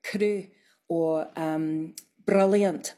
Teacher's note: It's just a little tap. It's not a long roll. · Term: tapped R